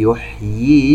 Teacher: فيها مد تمكين، وهو مد طبيعي يمد بمقدار 2 حركات، لكن يجب أن نوضح الياء الأولى المكسورة في كلمة يحيي من الياء المدية التي بعدها